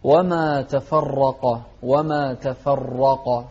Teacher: شوف الراء والقاف مفخمين